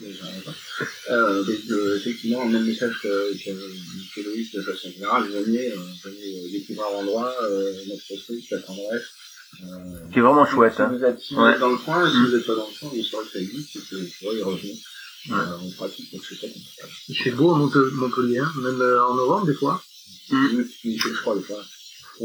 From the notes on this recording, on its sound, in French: La prise de son souffrait d’un bruit de fond et de problèmes de niveaux.